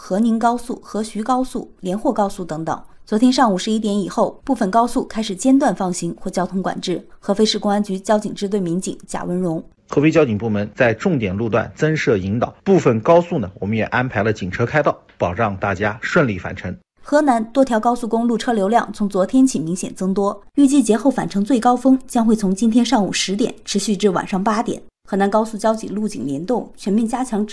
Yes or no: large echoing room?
no